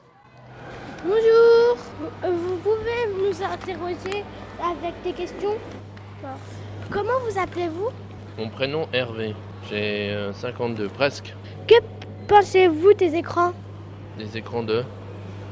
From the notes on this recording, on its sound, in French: Les enfants du centre de loisir Victor Hugo ont enregistré l'émission " la team 10 12" lors de la fête de la ville de Bobigny le 15 juin.